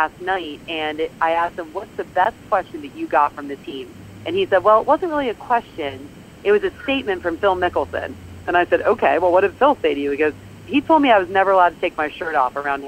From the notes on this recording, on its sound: At the Ryder Cup. She has a crazy week ahead of her, but she's never too busy to call in to the Pirate Ship Podcast.